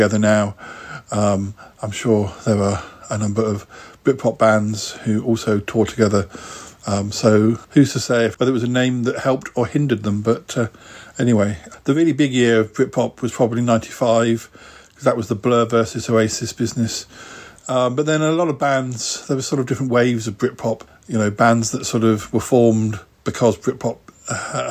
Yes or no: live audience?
no